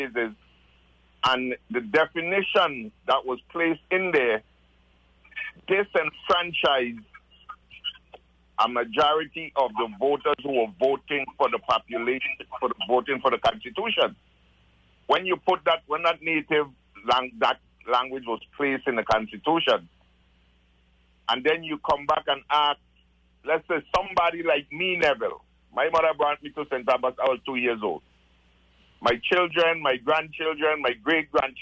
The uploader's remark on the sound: Joined on the phone.